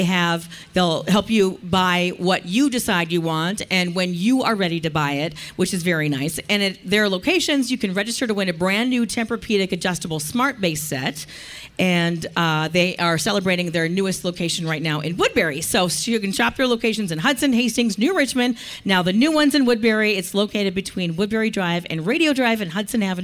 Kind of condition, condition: setting, busy venue